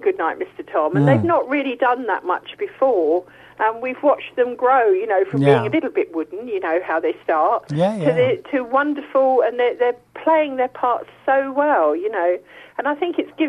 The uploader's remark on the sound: is joined on the phone